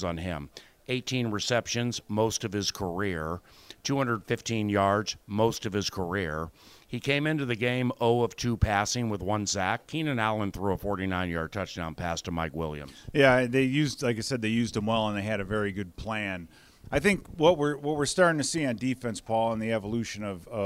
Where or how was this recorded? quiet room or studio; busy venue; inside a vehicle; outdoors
busy venue